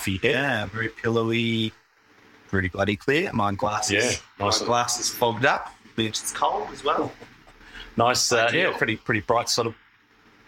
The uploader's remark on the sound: NOTE: This episode has poor sound quality due to a lack of technical skill on behalf of the hosts.